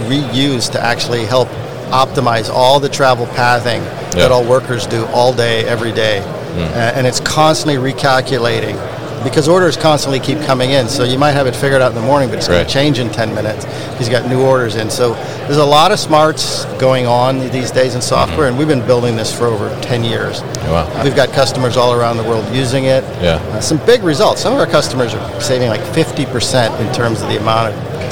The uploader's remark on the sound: live from ProMat 2023